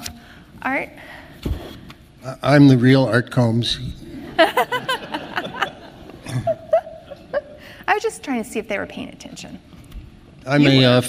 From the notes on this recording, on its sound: This podcast presents a session from the 2019 Mobile in Clinical Trials conference